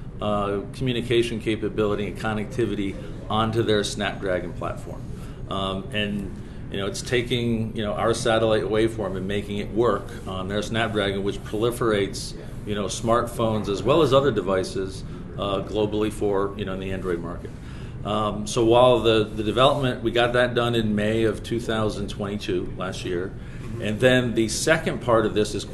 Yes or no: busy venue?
yes